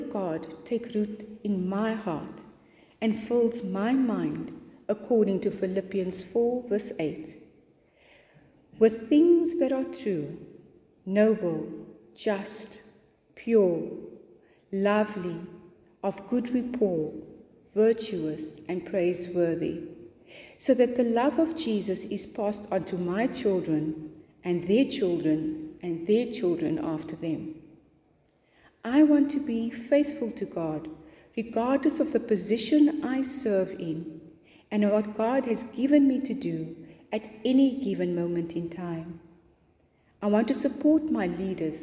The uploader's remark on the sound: to the congregation of St Mark's Angilican Cathedral in George for their Women's Day Service